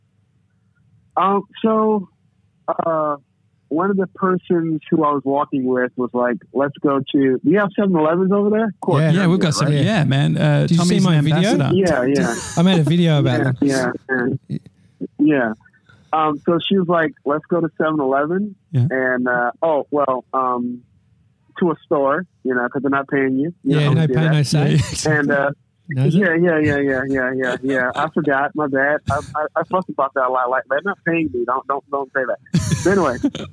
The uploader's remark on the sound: Our first live call